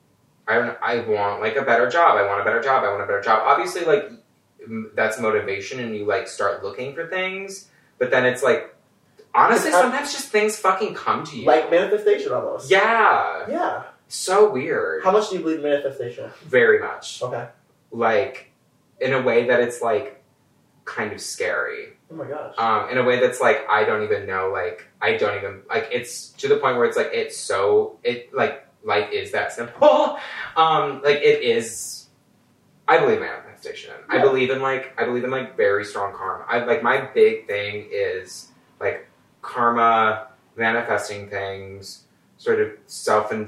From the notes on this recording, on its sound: Sorry about the audio, we had a bit of technical difficult this week due to the move I'm having.